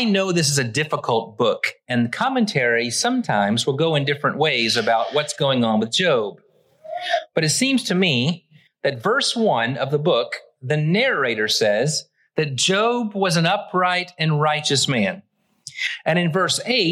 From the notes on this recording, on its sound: Originally preached at the West Side Church of Christ (Searcy, AR) on April 23, 2023.